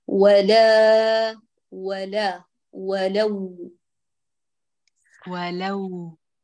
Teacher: افتحي في اللام جيدا قبل الاتيان بالواو اللينة. ولو كره لا المشركون.